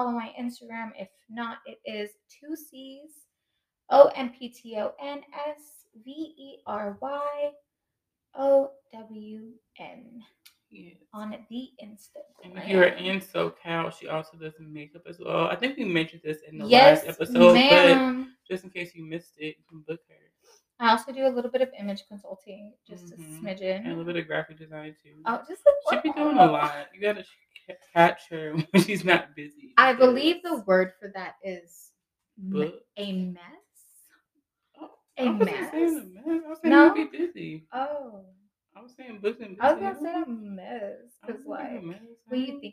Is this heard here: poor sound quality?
yes